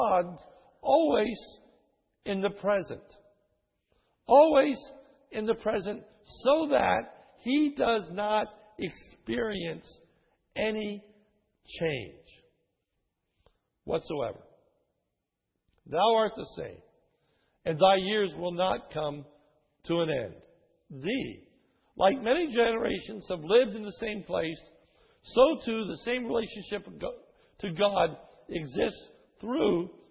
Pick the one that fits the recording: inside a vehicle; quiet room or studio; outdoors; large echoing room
large echoing room